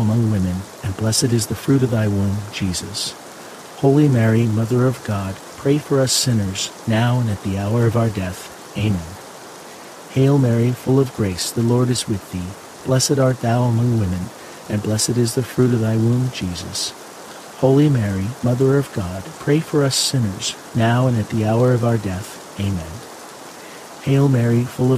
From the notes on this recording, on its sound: HEAVY RAIN. The natural ambient sounds of heavy pouring rain with crackling thunder and lightning.